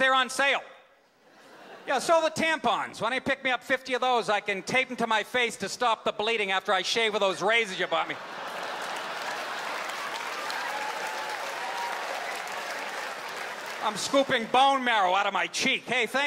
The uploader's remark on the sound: Stand Up - 2008.